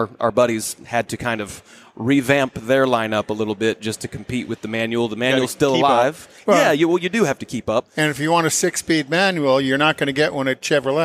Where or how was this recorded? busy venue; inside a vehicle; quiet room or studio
busy venue